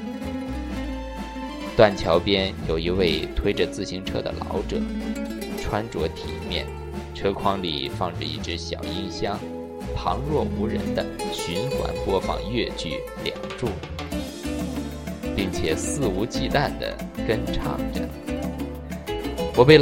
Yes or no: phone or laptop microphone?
yes